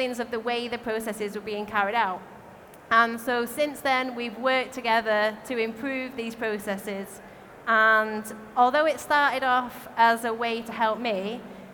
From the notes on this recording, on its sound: recorded at our Brewers Congress in London